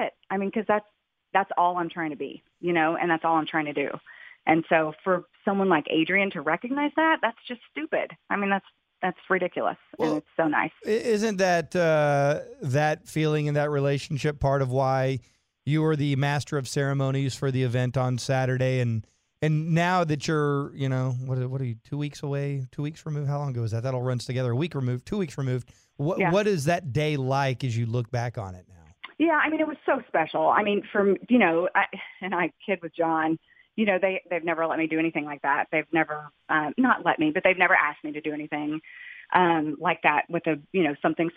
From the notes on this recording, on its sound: Called in to the Ben and Skin show.